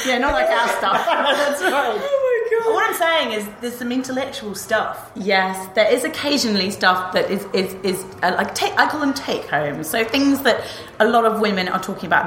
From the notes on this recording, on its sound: We are on location for this episode, coming to you live from the launch